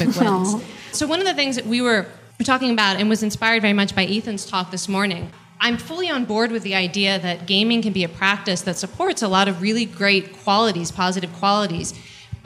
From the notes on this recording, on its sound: a presentation recorded during the 2011 Buddhist Geeks Conference